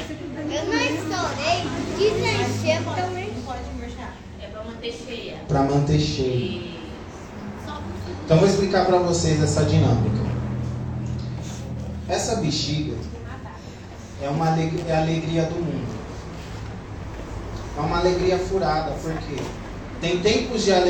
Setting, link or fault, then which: setting, large echoing room